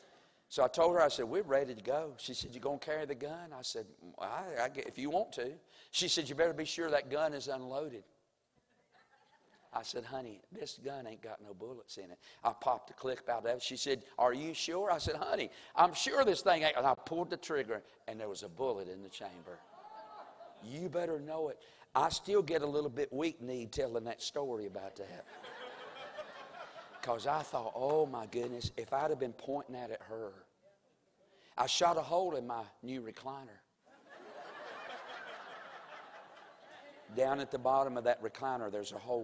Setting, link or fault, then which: setting, large echoing room